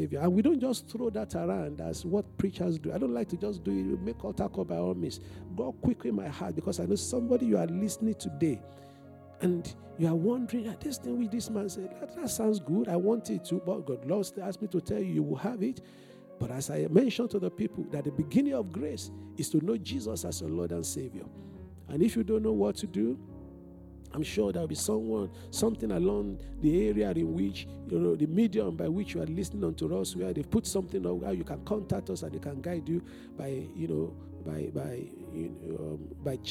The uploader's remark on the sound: This Sunday Service message preached